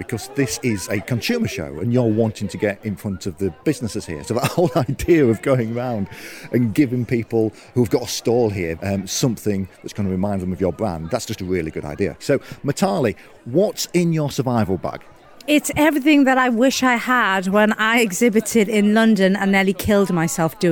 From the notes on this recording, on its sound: Live from Vegfest Brighton. Takes his roving microphone to search out our Vegan Business Tribe members who were exhibiting at Vegfest Brighton in the UK.